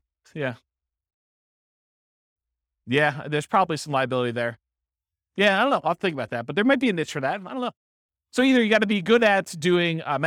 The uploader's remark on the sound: This was a live class recorded